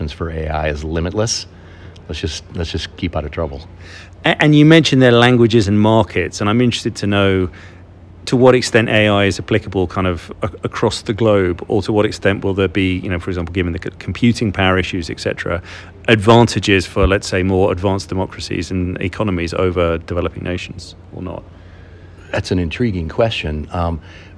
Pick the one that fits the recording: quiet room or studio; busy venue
busy venue